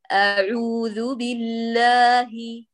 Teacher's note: لأنك مستعجلة على وسط الحلق للإتيان بالعين المجاور، فعملتي نظرية التوقع النطقي، لا لابد أن تخلصي أ من الأقصى، عو من الوسط، فيظهر التمايز بينهما، أعوذ بالله، وبعد ذلك ذو لا تتعمدي إخراجه مستدق الطرف، ذو اجعلي طرف لسانك عند طرفي السنان الكبيران في الأعلى، وبعدين هي تنضبط عندك إن شاء الله.